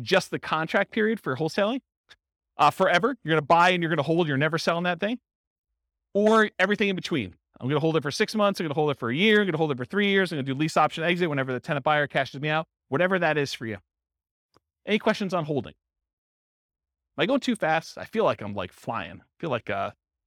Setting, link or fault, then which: setting, live audience